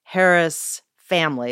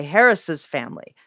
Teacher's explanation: you actually pronounce that extra syllable · Shown in: second take · and I think you might as well reflect it in the writing.